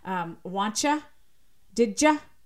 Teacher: That's called palatalization because it's simply two sounds coming together because of how they're articulated in the mouth that get palatalized, meaning the tongue moves more towards the palate